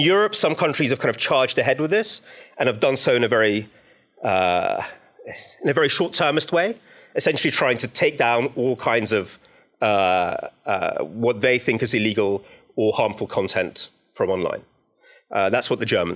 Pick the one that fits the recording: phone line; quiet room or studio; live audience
live audience